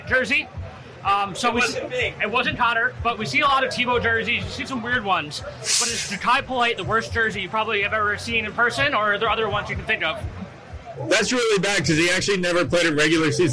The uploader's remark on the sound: Live From MNF At MetLife Stadium